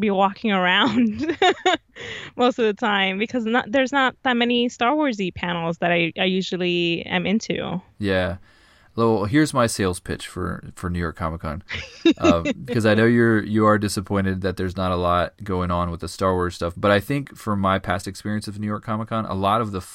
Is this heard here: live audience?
no